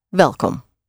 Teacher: The W is pronounced like a V.